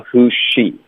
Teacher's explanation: 首先这里没有 s 的音，它是一个 z 的音。可是 z 的嘴型跟 s 的嘴型是一模一样的，那在这种情况呢，我们实际上会把这个音给省了